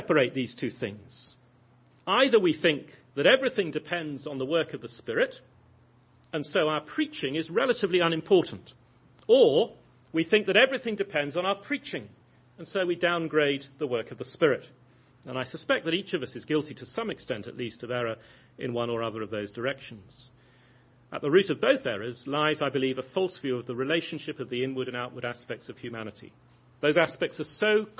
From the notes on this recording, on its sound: lecture at the 2011 Pastors' Academy Conference